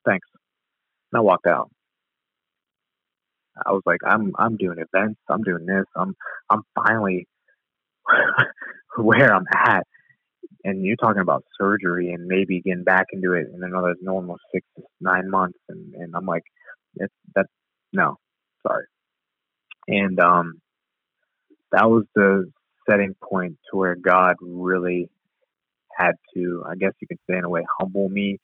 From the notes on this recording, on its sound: Location: Phone Interview.